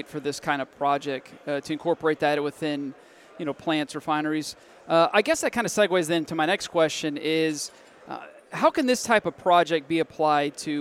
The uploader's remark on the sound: Live at AFPM